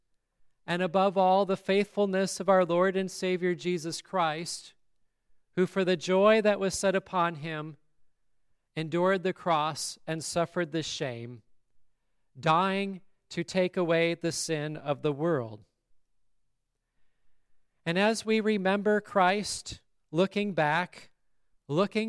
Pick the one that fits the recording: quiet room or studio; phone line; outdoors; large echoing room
large echoing room